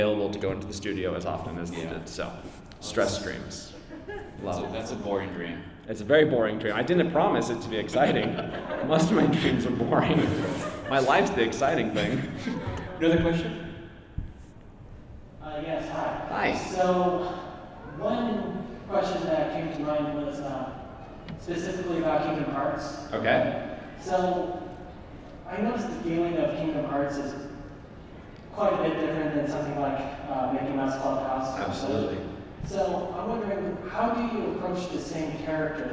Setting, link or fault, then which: setting, live audience